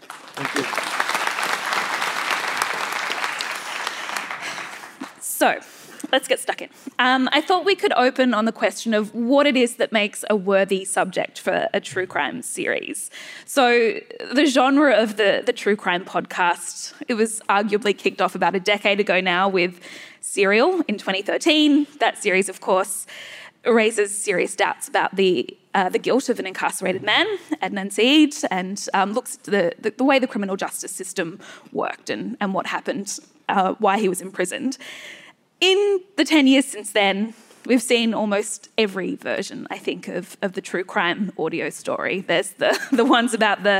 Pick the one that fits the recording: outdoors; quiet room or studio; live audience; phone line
live audience